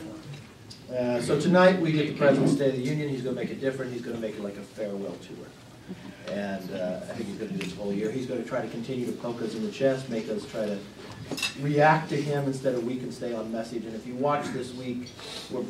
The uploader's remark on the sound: WASHINGTON, DC. Appeared before a luncheon meeting of The Ripon Society.